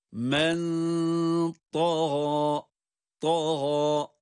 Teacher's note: Da kalın, gayn kalın. Ama aynı zamanda gayında bir elif miktarı uzatma var.